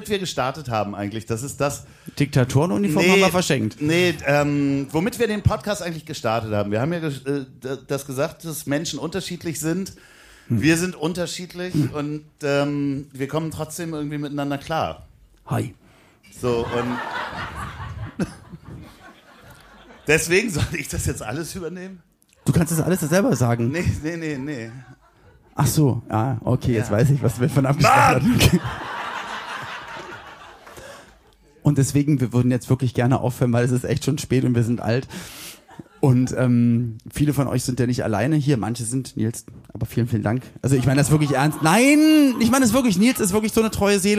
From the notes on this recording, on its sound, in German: Hier kommt sie, die B-Seite der Live-Show aus dem Schmidtchen.